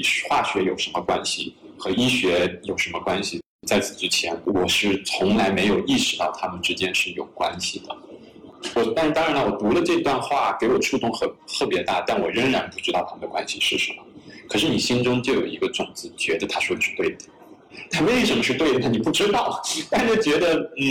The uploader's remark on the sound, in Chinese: 这期播客音频部分片段可能影响收听体验，我们尽力补救过。如果有能够规避收音糟糕的解决方案，欢迎告诉我们。